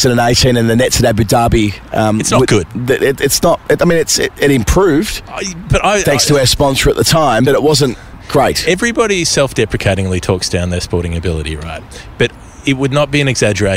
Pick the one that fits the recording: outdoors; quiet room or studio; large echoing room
outdoors